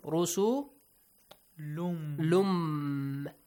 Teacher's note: After tanween, you have the letter mim, you should merge them.